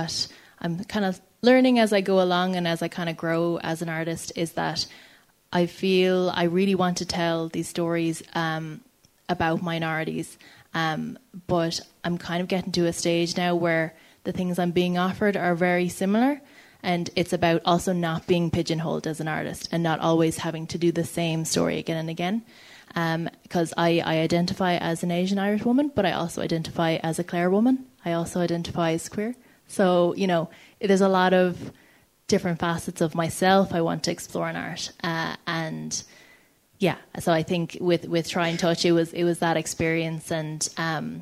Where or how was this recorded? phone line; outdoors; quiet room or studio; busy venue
busy venue